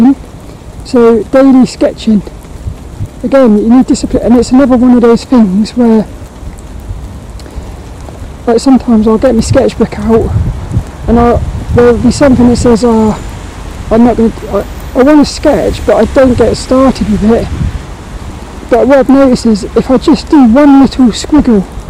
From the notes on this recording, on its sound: This walk and talk was recorded in the rain. Hope you enjoy this lil walk and talk around the local park.